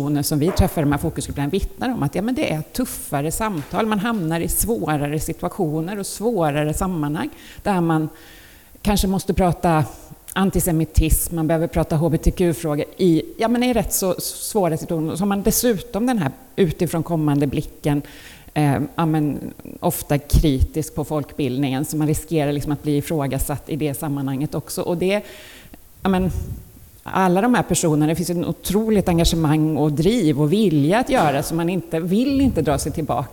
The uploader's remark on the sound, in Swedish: Livepodd från Almedalen